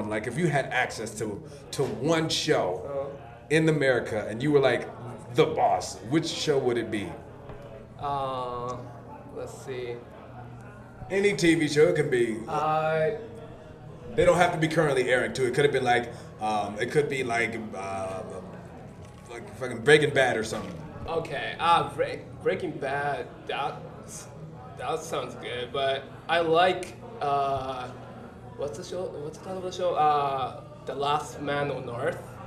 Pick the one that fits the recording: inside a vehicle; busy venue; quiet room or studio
busy venue